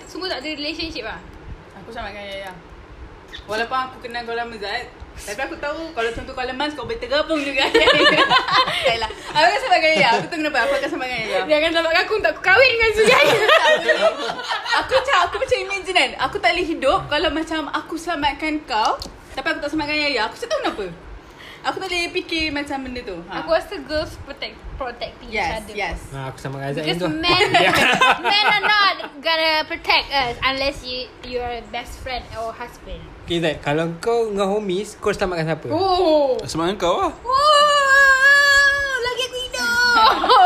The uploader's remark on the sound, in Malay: Maaf, as usual kami record sambil lepak, kuat sngt pula bunyi kunyah keropok roda dan plastik dia.